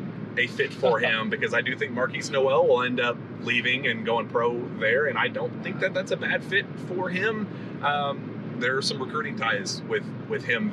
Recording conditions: inside a vehicle